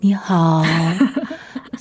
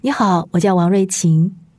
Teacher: 我们下降两个 key。再加一点气声，叫做气声加暖 · Shown in: second take